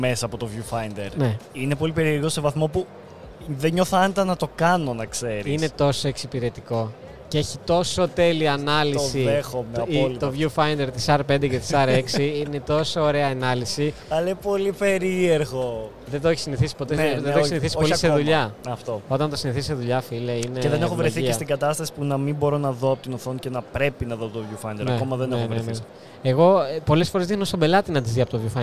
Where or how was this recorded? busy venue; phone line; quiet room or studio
busy venue